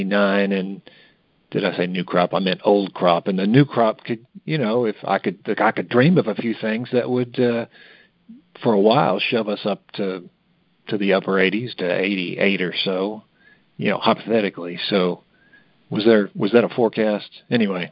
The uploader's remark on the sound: May 2023 Monthly Cotton Conference Call.